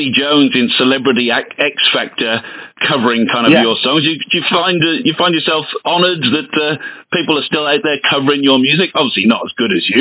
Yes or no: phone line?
yes